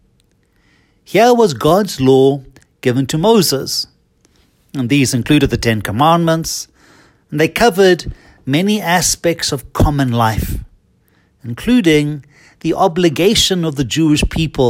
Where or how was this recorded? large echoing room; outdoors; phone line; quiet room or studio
large echoing room